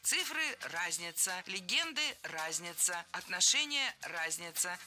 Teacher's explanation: Много раз прозвучал глагол «разняться» с неправильным ударением. А правильное ударение должно быть на первом слоге «разница». Цифры – разница, легенды – разница, отношения – разница.